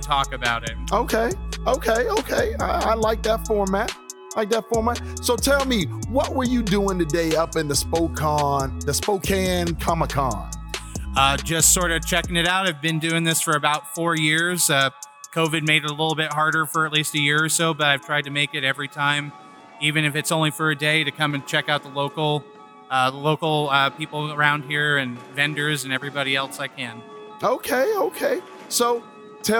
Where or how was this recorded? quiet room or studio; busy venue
busy venue